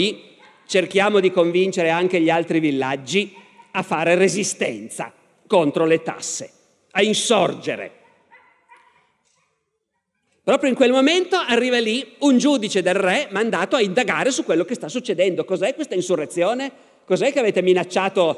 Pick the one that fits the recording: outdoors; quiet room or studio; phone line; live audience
live audience